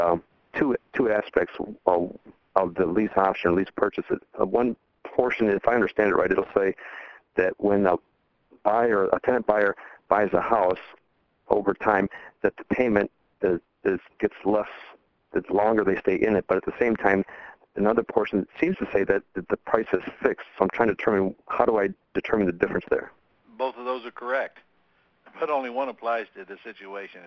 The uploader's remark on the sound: 11-10-2014 Q&A Call